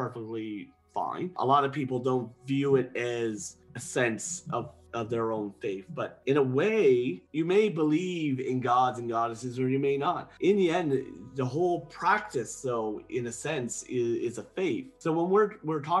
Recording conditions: video call